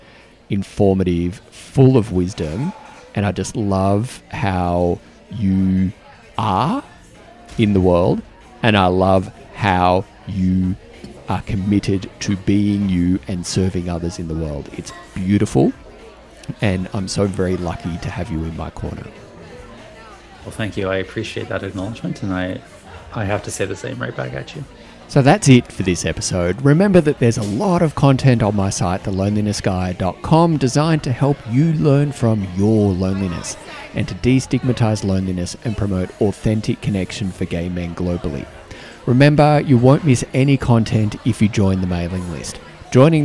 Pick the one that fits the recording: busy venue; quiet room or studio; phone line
busy venue